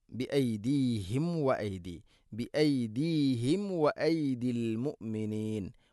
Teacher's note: വ സാക്കിന മീമിന് ശേഷം വ വന്നാൽ കഴിഞ്ഞ ക്ലാസ്സുകളിലൊക്കെ പറഞ്ഞിട്ടുണ്ട്, രണ്ട് ചുണ്ട് തമ്മിൽ തട്ടിച്ച് മീമിനെ പൂർണ്ണമാക്കണം